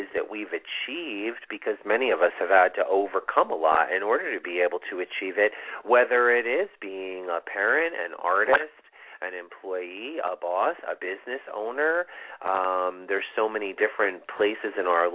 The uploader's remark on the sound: This is a live call in show with mini astrology readings.